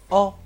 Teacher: 注意，不能说成“哦”，一定是短而急促的“哦”